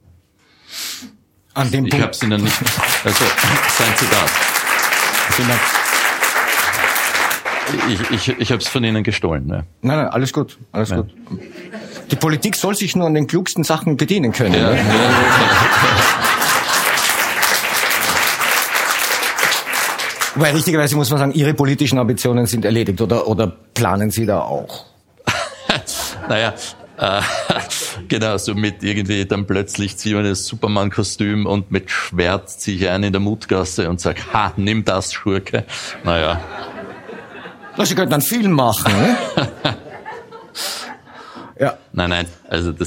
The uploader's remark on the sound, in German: Die Dunkelkammer auf der Bühne. In der Kulisse Wien.